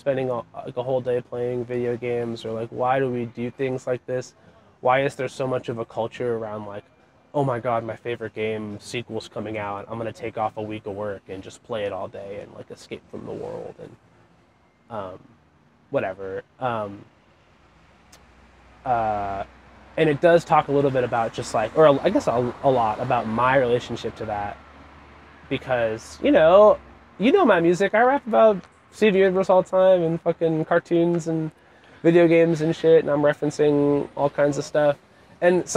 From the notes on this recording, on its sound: Recorded on the street in Somerville.